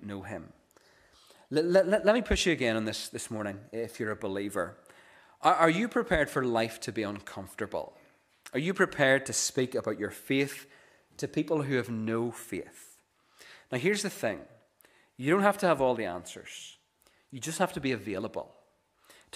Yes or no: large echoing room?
yes